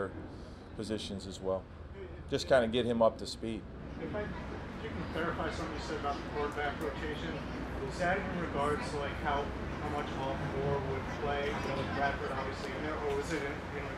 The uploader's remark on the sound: press conference prior to Wednesday's joint practice